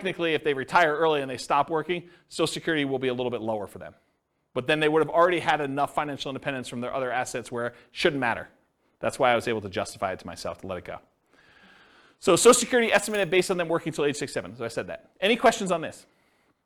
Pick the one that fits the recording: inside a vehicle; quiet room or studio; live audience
live audience